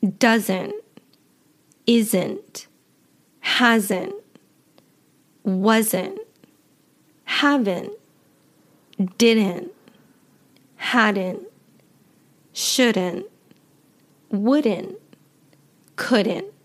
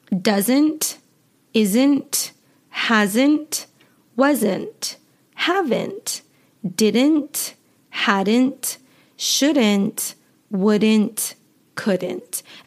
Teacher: I do not pronounce the T at the end of words in my natural everyday speaking · Shown in: first take · Some American accents pronounce the T.